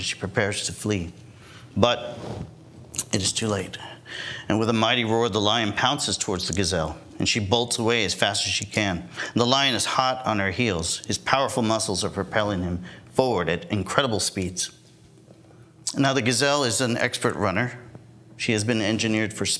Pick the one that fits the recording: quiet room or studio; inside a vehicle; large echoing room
large echoing room